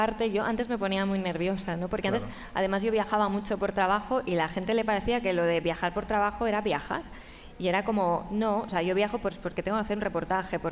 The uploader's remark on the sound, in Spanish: grabado desde la Feria del Libro de Madrid